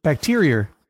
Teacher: That's a very New England thing to add an R, just the hint.